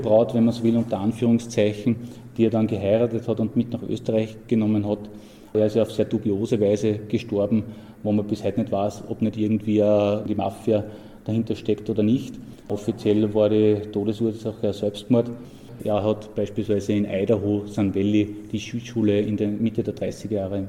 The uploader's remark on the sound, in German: Der Vortragsmitschnitt musste von mir für die Wiedergabe gekürzt werden